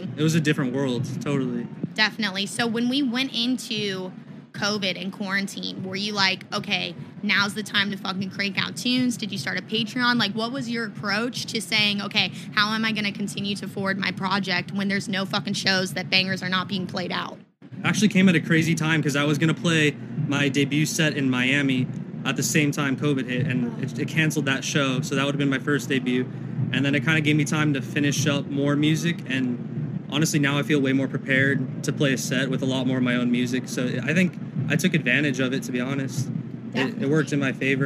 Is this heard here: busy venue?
yes